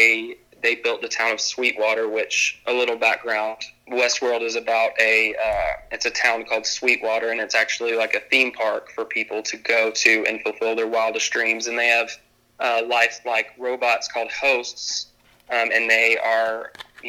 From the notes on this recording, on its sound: burnt the phone lines down